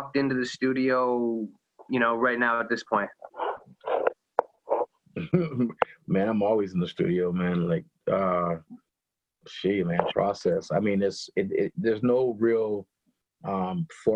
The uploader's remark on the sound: does a Zoom interview